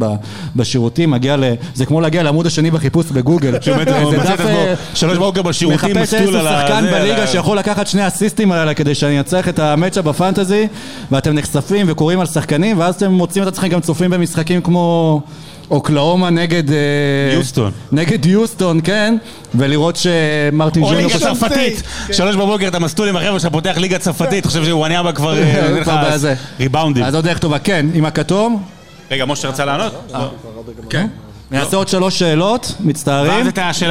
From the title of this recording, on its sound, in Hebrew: הוקלט בלייב במפגש מאזינים בבר "הנסיך" בת"א!